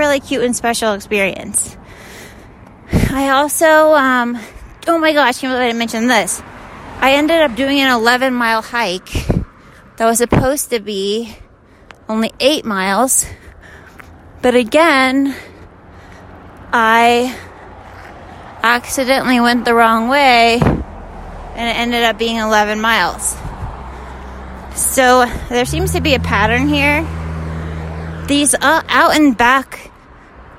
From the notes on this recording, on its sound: On the open road: Literally walking on a road in Utah. This is a weird short little episode - full of raw, unfiltered, unedited ramblin’.